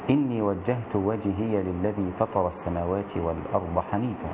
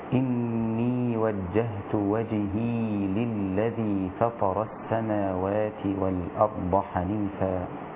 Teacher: أما شعبة فقد سكن الياء في كلمة وجهي · Shown in: second take · فيصير النطق بها هكذا: إني وجهت وجهي للذي فطر السماوات والأرض حنيفا.